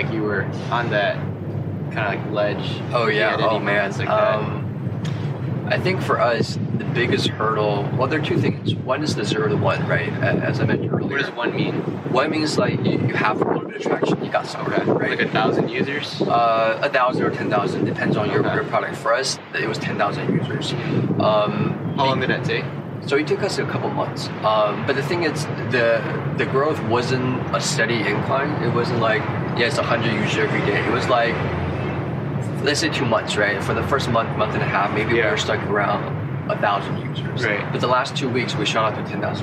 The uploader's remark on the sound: This was recorded outdoors!!